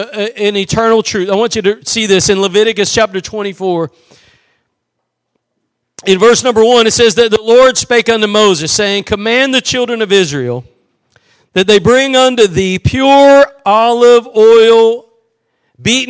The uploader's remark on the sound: Preached at Gospel Lighthouse in Bossier City, La.